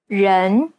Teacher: the Chinese E is a very special sound because it's the most neutral of all sounds.